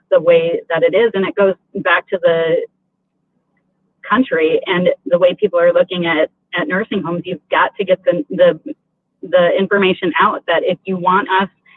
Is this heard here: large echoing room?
no